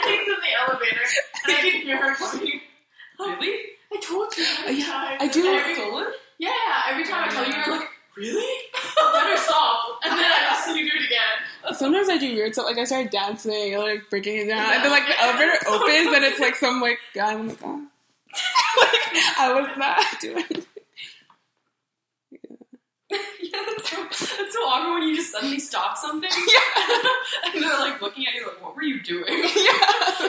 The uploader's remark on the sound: we had a lot of people on one mic